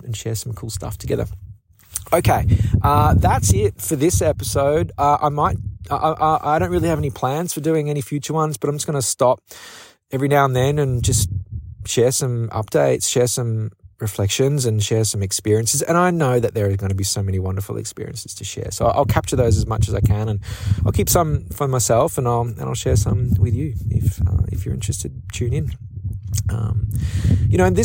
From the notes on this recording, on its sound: A windy dispatch from the winding Camino de Santiago. I had been walking all day with only my thoughts to keep me company. Despite the wind and poor recording conditions. It's very low-fi.